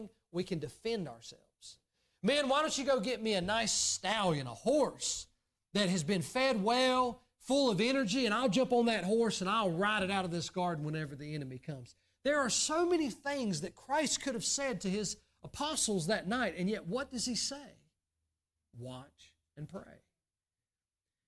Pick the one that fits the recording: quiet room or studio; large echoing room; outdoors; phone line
large echoing room